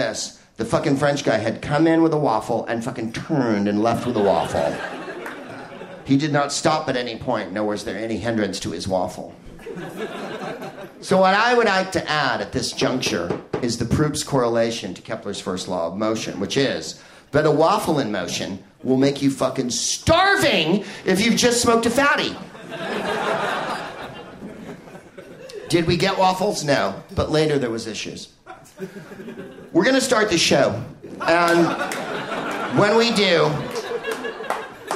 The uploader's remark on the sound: Live from Toomler in Amsterdam